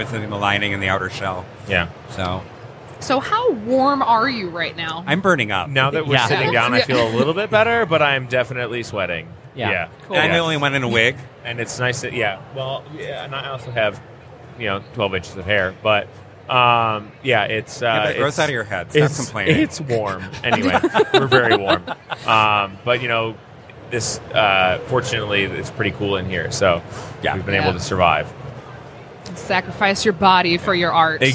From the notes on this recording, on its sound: Live from Michigan Comic Con. It’s an impromptu interview from the con floor at Michigan Comic Con!